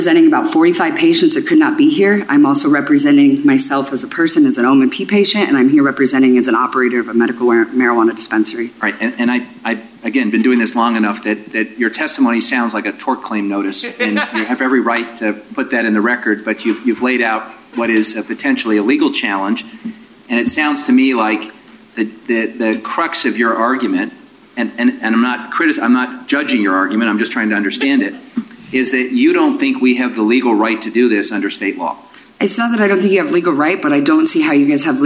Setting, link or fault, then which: setting, live audience